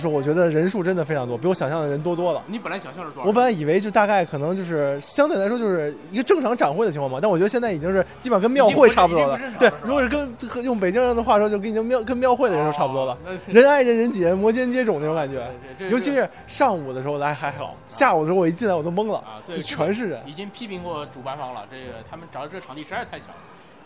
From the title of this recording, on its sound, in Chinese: 来自Shadow Market现场的声音